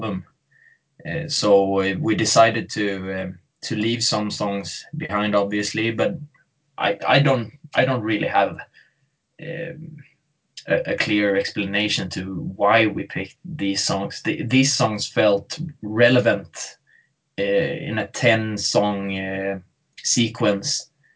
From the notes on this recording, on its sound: skyped